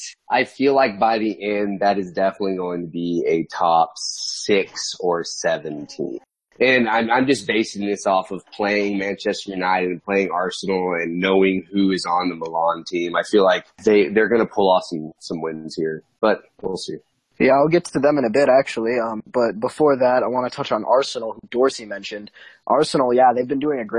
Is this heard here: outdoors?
no